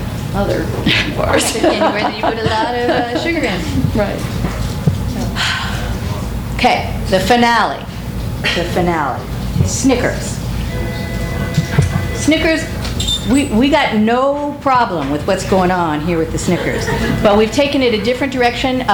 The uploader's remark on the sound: THIS EVENT WAS RECORDED LIVE AT SKYLIGHT BOOKS ON JUNE 18, 2013.